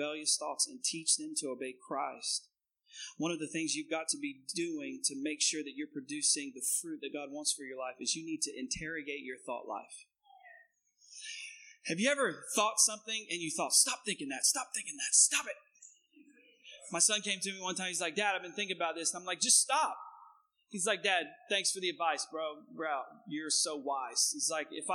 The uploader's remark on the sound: Recorded on 2016-06-19 at the 08:30 Service.